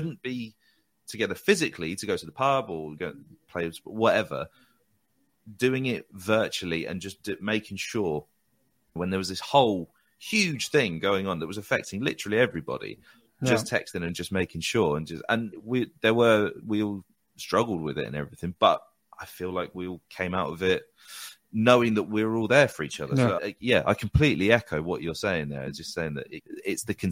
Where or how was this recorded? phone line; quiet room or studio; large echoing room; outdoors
quiet room or studio